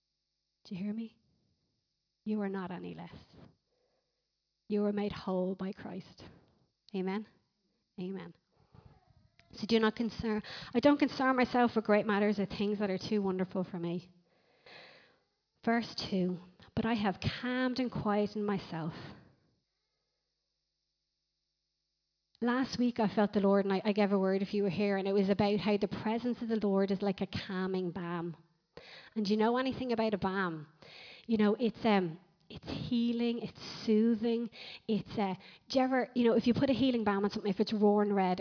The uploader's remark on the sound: Recorded live at Liberty Church on 31st March 2019